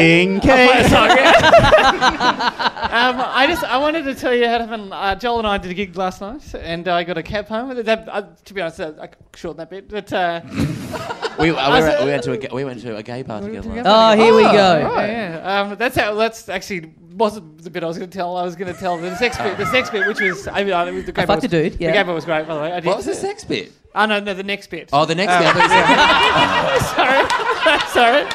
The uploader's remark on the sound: Recorded LIVE at Five Boroughs on December 7, 2014.